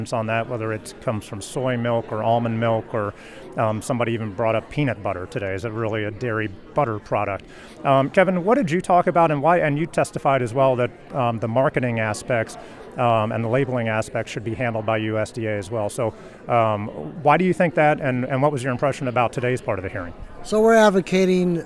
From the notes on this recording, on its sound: Live Report From The Big Ol' #FakeMeat Hearing in DC (No Music).